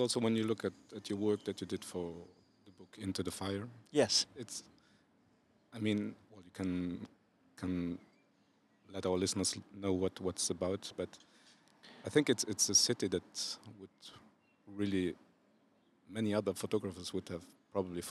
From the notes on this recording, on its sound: Recorded outside the Rotondes in Bonnevoie, our guest speaker at this year’s Luxembourg Street Photography Festival.